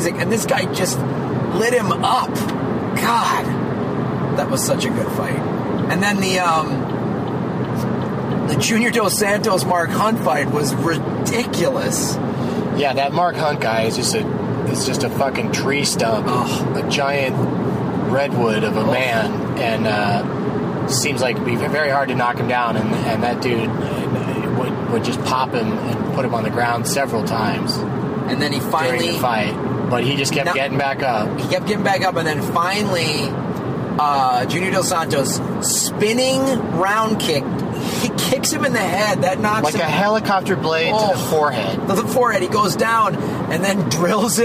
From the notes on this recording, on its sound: From a rental car driving from Knoxville to Nashville